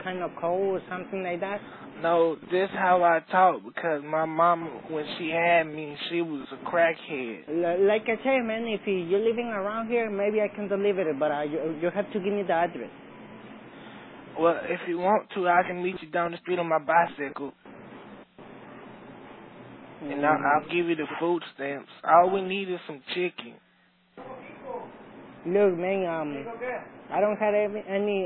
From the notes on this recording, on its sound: …'s Personal Prank Phone Calls Collection.